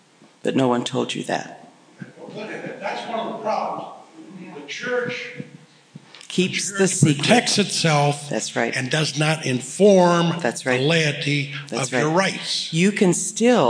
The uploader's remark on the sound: This lecture was recorded on May 17, 2007 at a FutureChurch program in Cleveland, Ohio.